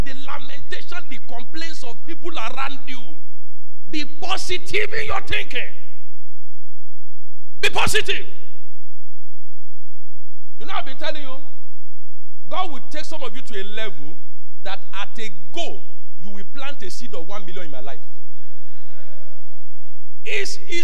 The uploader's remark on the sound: Covenant Champions Global Assembly LIVE Service